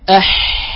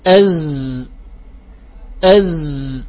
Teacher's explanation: في الحاء كان الوترين مبتعدين وفي الزاي مثلا أو الدال الوترين متقاربين